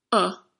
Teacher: There's no e sound and there's no r sound at the end of these words. There's actually a secret vowel sound that we have no letter for in the alphabet. · Term: schwa